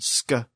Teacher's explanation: The sk sound, which is produced in the back of the throat